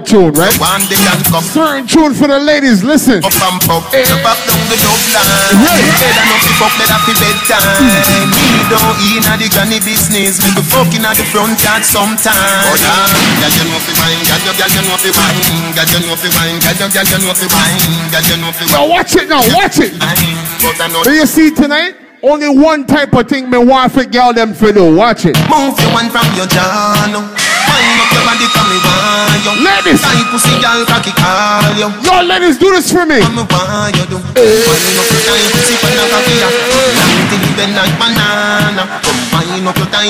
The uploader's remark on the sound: THE DEN NIGHTCLUB HALIFAX LIVE AUDIO